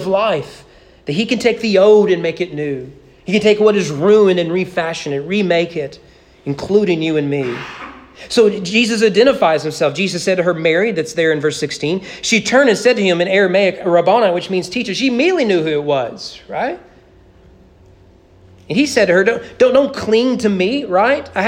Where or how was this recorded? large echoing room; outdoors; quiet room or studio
large echoing room